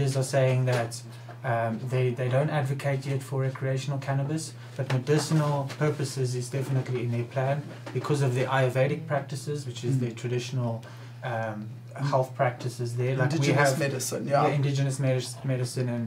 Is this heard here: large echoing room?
no